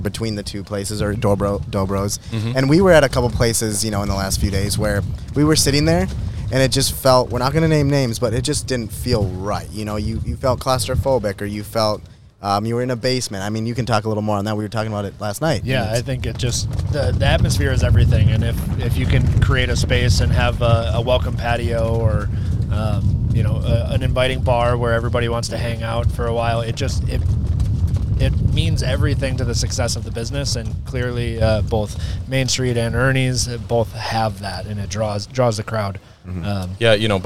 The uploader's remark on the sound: Live from a WINDY Ernies on Gull. Live from a WINDY Ernies on Gull. The Listen Local guys ventured over to Ernies.